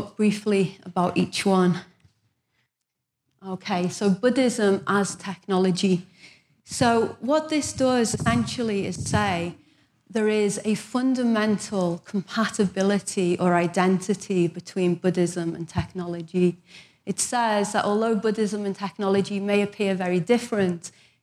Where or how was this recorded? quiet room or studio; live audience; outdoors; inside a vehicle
live audience